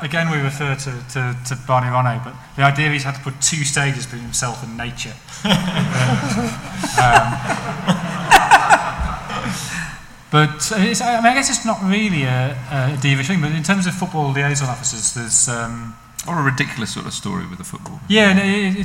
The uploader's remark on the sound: Recorded live at the National Football Museum as part of the Manchester Football Writing Festival, on the evening of 1st September. As ever with our live events we do the best we can with the sound quality at our disposal, what with roving mikes, the odd bit of feedback, guaranteed big laughs.